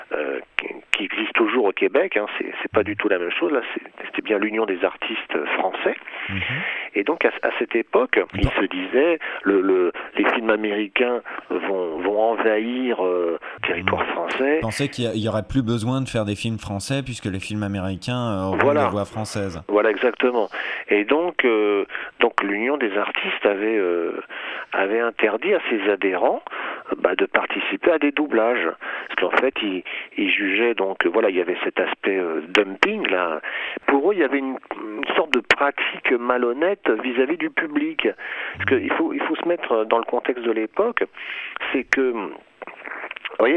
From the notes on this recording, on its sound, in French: Interview par téléphone